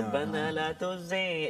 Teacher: Jadi huruf ghain dia terletak pada hujung halqum kita ni.